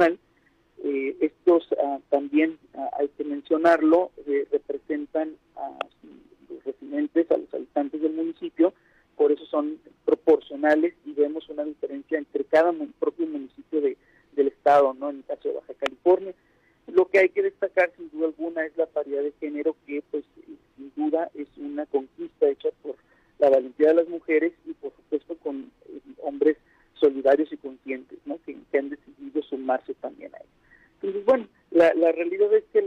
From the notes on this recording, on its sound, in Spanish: entrevistamos vía telefónica